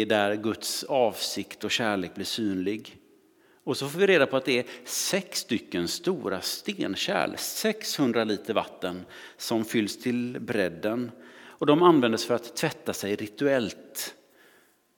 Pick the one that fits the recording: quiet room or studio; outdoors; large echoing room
large echoing room